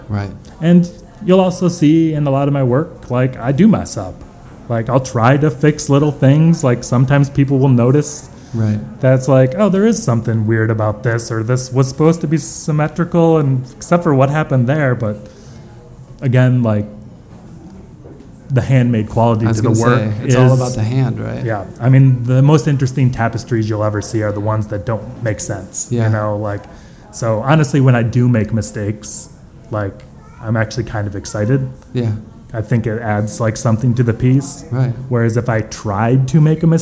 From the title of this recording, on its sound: from the NYABF at MoMA PS1